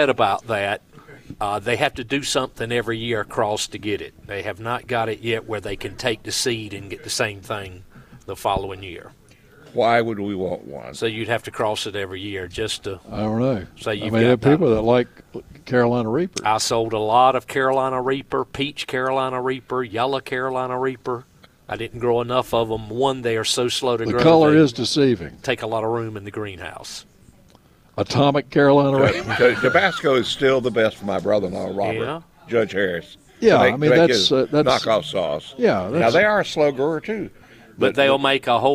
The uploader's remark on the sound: broadcasting live from Bell’s Carpet & Floors